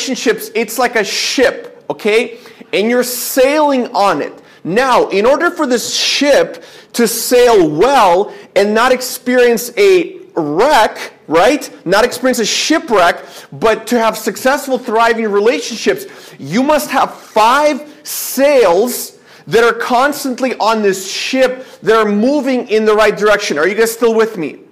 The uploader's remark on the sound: This is a sermon I preached at my church